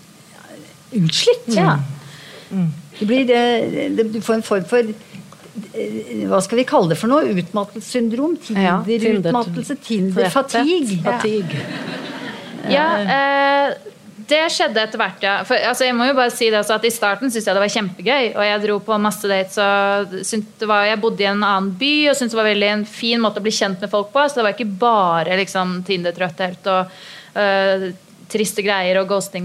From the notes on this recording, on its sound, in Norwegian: live på Ingensteds i Oslo